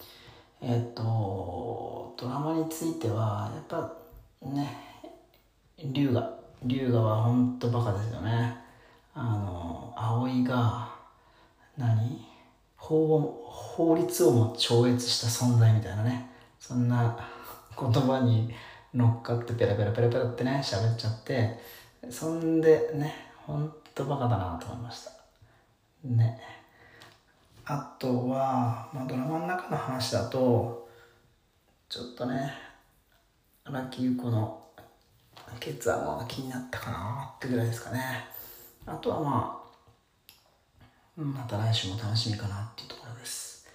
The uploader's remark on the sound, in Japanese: 車のスピーカー&マイクを使っているため音質はあまり良くありません。